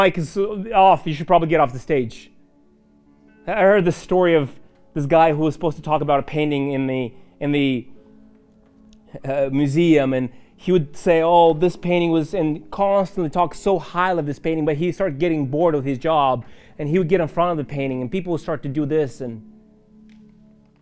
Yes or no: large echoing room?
yes